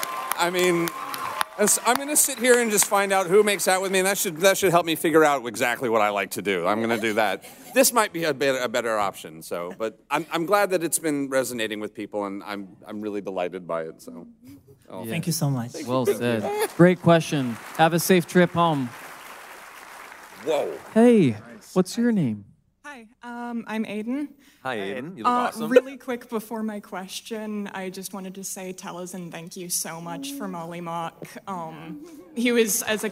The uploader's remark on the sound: Live from San Diego Comic-Con 2018